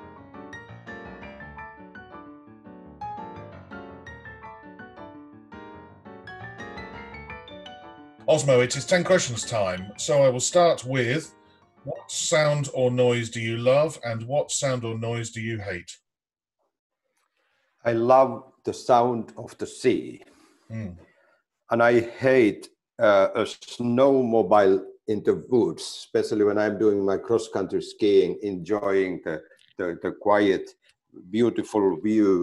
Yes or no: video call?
yes